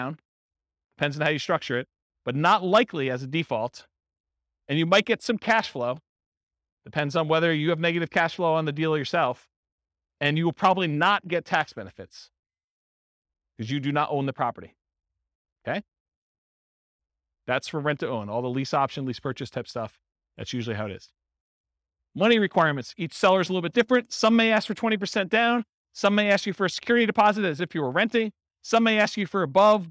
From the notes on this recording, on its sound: This was a live class recorded. Real estate investors and real estate entrepreneurs in Boulder, Colorado.